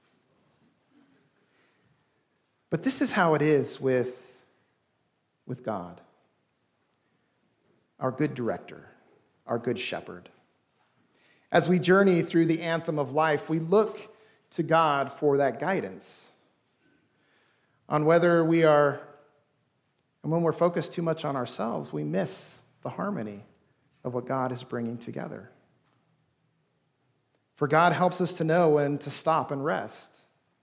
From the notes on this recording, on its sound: This service was recorded during worship